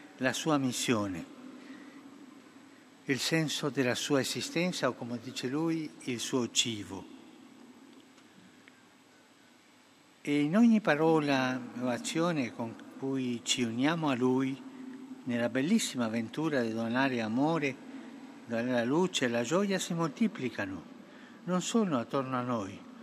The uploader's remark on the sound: FROM ST.PETER'S SQUARE, RECITATION OF THE ANGELUS PRAYER.